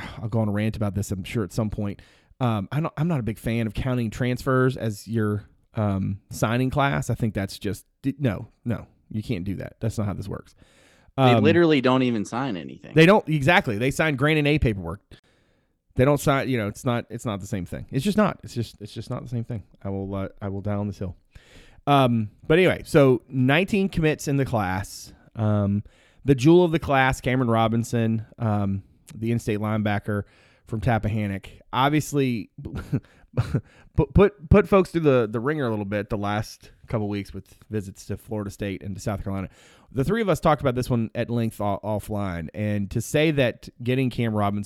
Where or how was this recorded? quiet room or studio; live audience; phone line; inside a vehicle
quiet room or studio